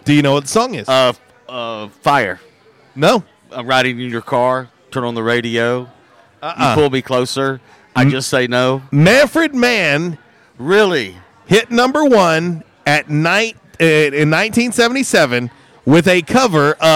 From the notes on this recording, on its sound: LIVE from JTown's Grill! On The Ticket 95.3 Fm/970 AM, Ritter Communications Tubetown 21!